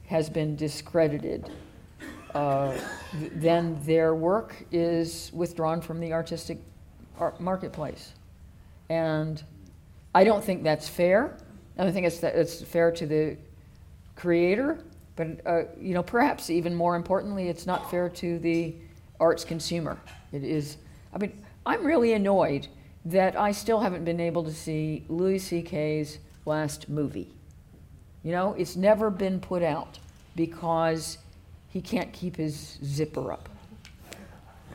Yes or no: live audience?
yes